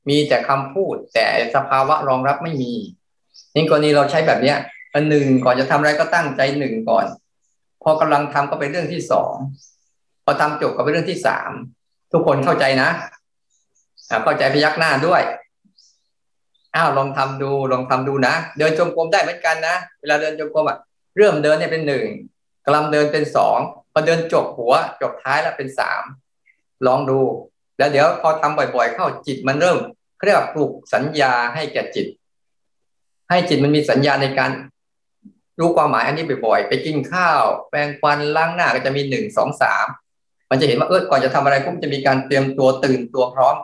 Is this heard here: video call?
yes